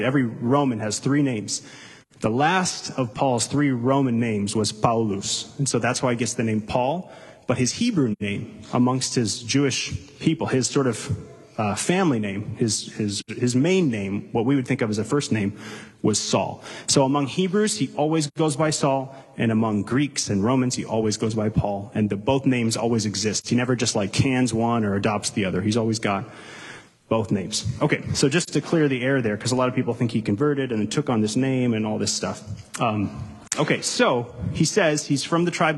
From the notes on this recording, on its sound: Delivered live, at Capital City Church in St.